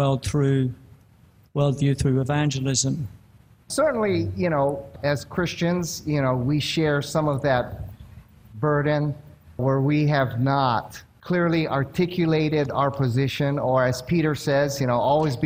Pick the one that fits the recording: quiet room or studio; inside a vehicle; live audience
live audience